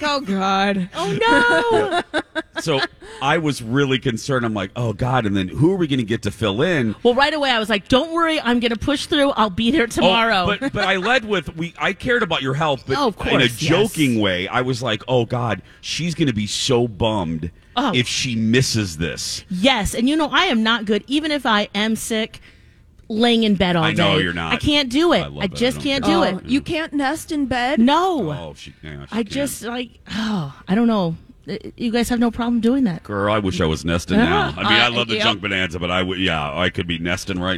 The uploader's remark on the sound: We're live at Junk Bonanza at Canterbury Park for a Santa Stop!